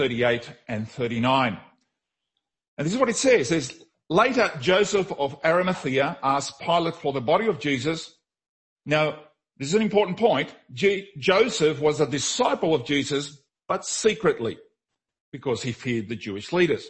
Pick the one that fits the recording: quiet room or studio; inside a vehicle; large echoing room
large echoing room